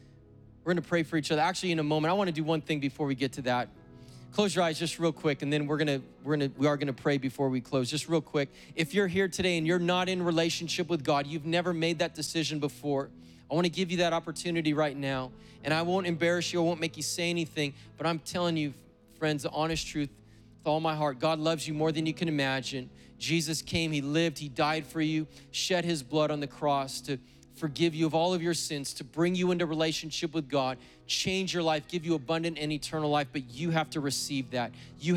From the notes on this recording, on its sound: preached on August 8th at the 11:30AM service